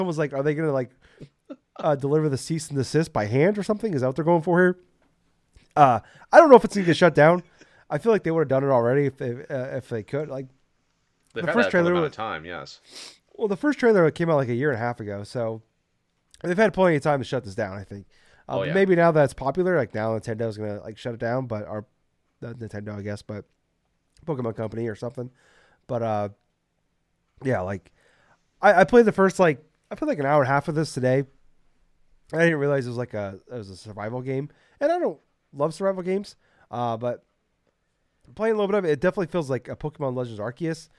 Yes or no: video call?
no